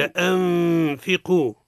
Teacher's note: نون عند الفاء حكمها الإخفاء مع الغنة